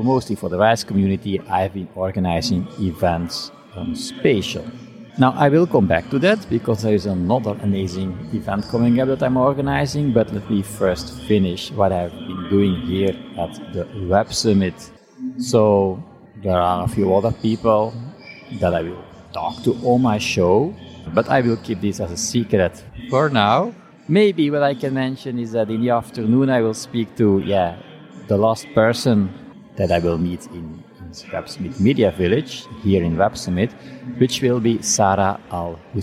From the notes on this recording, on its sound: (at Web Summit). This episode was recorded at the official Web Summit podcast booth.